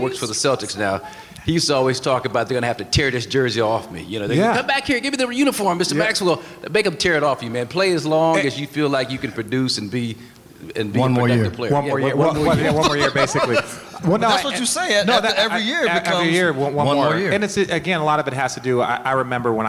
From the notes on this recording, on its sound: A LIVE edition of RT at the 2017 FOX NBA/NHL Seminar in Palos Verdes. After a Q&A, we decided to bring up former players turned NBA analysts for a little fun. Short and sweet we allowed a room full of Broadcasters, Producers, Directors, Coordinating Producers and Executive Producers get an inside look at what RT is all about.